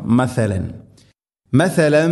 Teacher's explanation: നാവിൻ്റെ അറ്റം മുൻപല്ലുകളുടെ ഇരു നിരകൾക്കിടയിലൂടെ അല്പം പുറത്തോട്ട് നിൽക്കണം, അതിൻ്റെ അറ്റം മാത്രം. മസലൻ മസലം, തൻവീന് ശേഷം മീമ് ഇത് ഗംബിഗുന്ന, തൻവീനിനെ മീമിലേക്ക് കൂട്ടിലേപ്പിച്ച് മണിച്ചുകൊണ്ട് ഉച്ചരിക്കണം.